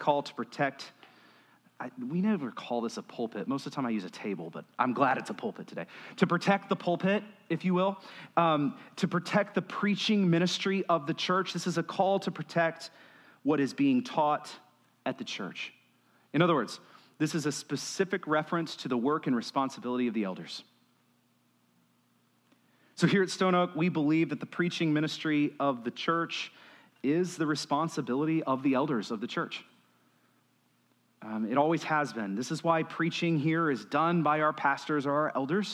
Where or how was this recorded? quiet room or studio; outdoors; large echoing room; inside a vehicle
large echoing room